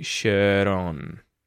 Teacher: in both cases, there are actually T flaps happening there. And this is because they're linking to the next word that starts with a vowel sound.